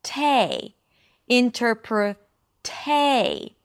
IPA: ɪntəɹpɹəˈteɪʃən